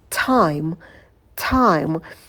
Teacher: В слове time не забывайте над добавлять придыхание. И дифтонг I – опускаем челюсть вниз и язык уводим назад